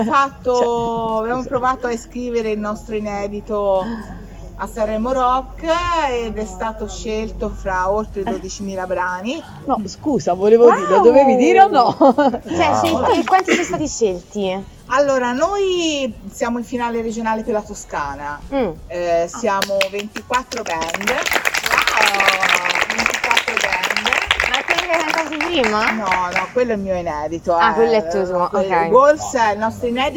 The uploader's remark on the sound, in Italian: LIVE dall'Aperivintage!